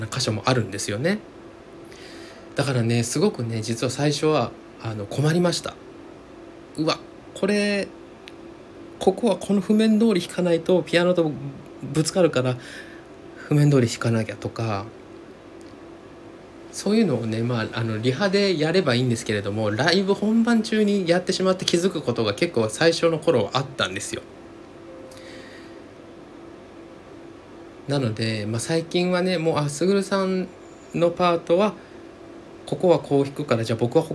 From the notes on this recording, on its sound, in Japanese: 足元のヒーターつけっぱなしで録音してますので常にサーっというノイズあり。